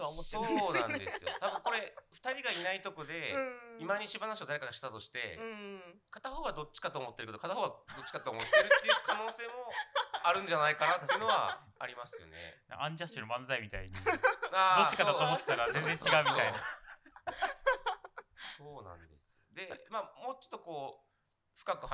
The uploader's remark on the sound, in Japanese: はじめてのオフライン収録につき、音声が小さめです。ごめんなさい！！